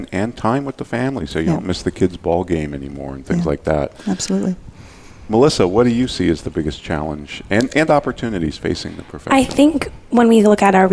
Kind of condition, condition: setting, busy venue